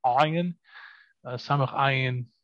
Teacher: ayin is once again down in the throat